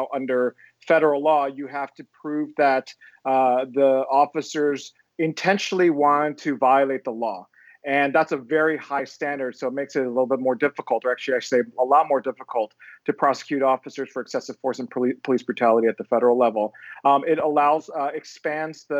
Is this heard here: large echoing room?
no